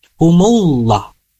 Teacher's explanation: humullah langsung masuk ke dalam huruf lam, jangan masuk dulu ke dalam huruf waw